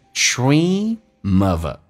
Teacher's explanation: Do you dream of a golden moral?我们来看一下 dream，你有没有想到 dream 梦想到 golden 指的是金灿灿的， moral 指的是次日明日，也就是金灿灿的明天，也就是憧憬灿烂的明天吗？来看一下 dream 长元音，很多人发成 dream 是因为嘴巴稍微的打开了很多，往后拉嘴角 dream 跟 of 形成个连音叫 dreamof， of 跟 a 又形成个连音叫 of